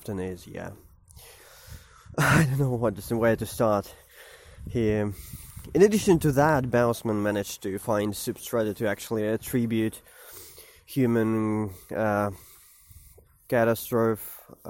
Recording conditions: outdoors